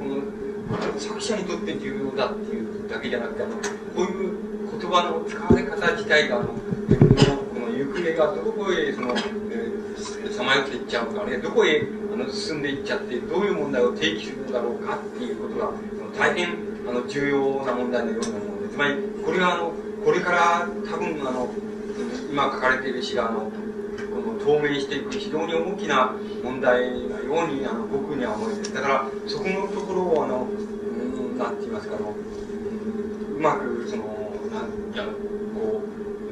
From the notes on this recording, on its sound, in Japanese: 主催：詩誌「無限」事業部 場所：明治神宮外苑絵画館文化教室。録音者の手元でのノイズが入る。